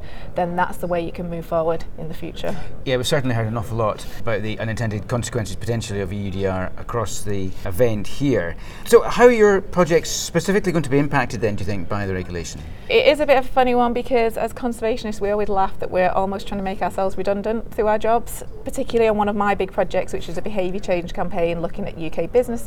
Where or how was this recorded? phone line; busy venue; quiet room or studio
busy venue